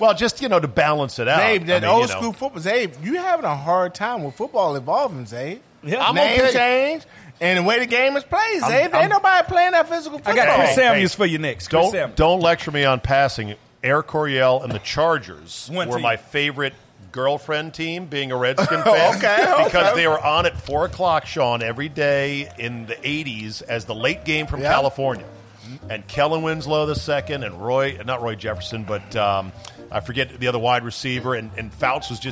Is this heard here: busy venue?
yes